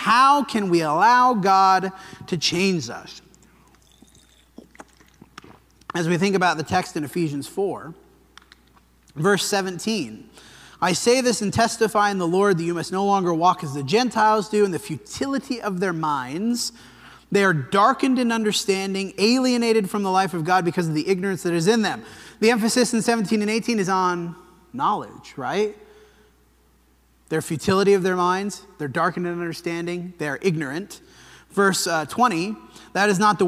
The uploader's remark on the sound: This sermon was preached at the Dewey Church